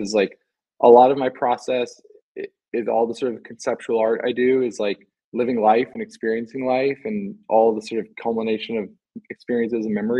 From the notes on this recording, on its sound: An unedited recording of a Twitter spaces.